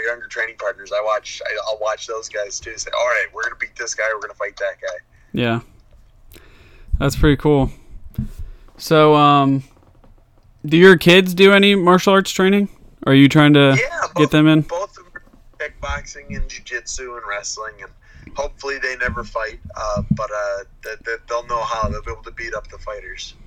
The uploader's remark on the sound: Interviews UFC Light Heavyweight over the phone.